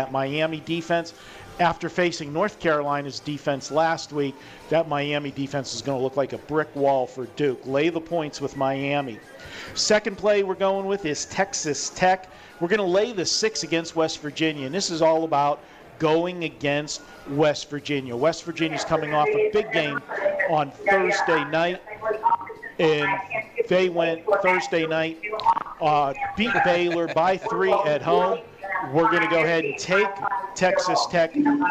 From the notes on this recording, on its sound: Live from the Westgate Superbook.